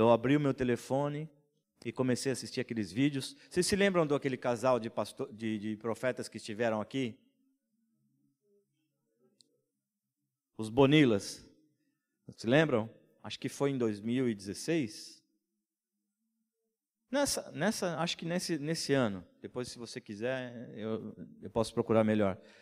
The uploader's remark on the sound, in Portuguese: em nosso Culto Terça Vida, dia 26/05/2020 na Igreja ABA Blumenau (Transmitido ao vivo)